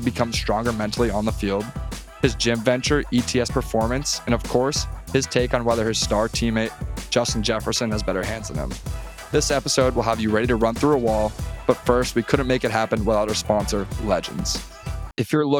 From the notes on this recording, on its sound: LIVE from the Lake Tahoe celebrity golf tournament. LIVE from the Lake Tahoe celebrity golf tournament.